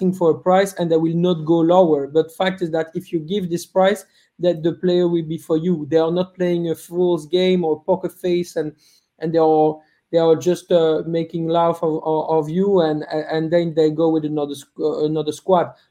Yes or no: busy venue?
no